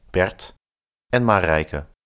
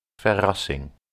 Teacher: The Dutch R is also quite different from the American R. It also comes from the throat.